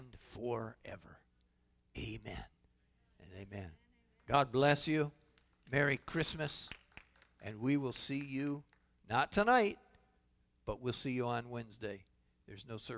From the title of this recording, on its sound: Calvary Assembly of God live Stream